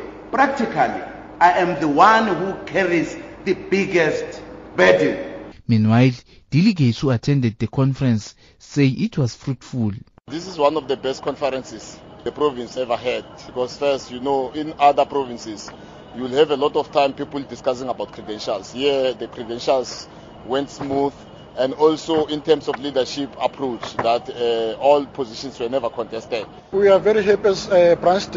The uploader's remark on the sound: the last day of the Mpumalanga 12th ANC Elective Conference at Mbombela stadium